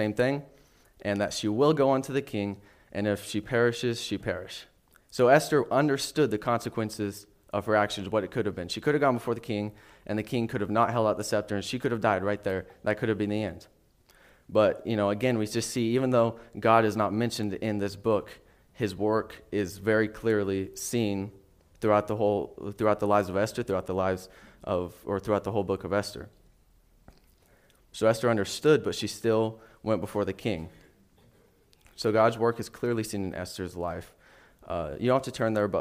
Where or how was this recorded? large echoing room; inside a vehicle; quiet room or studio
large echoing room